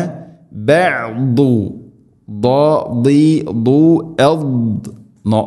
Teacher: നാവിൻ്റെ ഏതെങ്കിലും ഒരു സൈഡ് അണപ്പല്ലുകളോട് ചേർന്ന് ഇസ്തിഇലാന്റെ അക്ഷരമാണ് ദാദ്, സ്വരഭാരത്തിൽ ഉച്ചരിക്കണം.